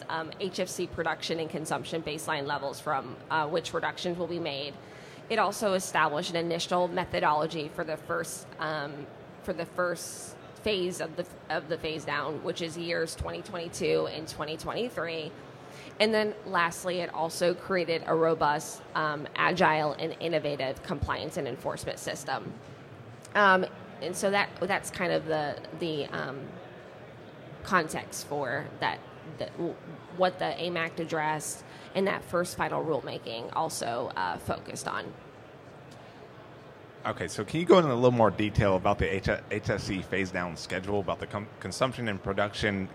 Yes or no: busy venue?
yes